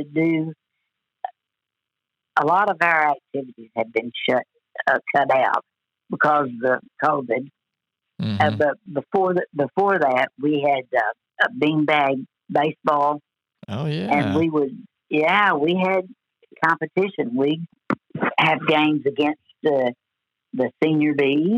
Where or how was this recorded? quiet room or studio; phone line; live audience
phone line